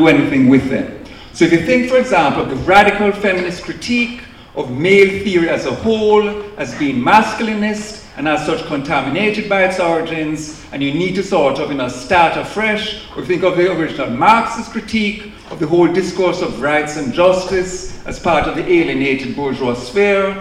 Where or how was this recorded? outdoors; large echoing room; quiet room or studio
large echoing room